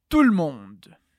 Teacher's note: A gente tira o som do E, então fica tout le monde. Répète après moi, tout le monde.